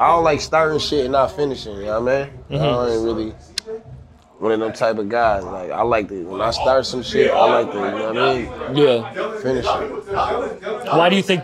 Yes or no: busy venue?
yes